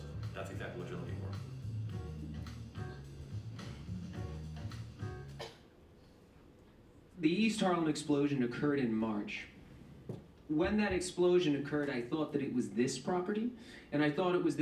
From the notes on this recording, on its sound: a full audio version of the November 20th, 2014 Harvard Kennedy School event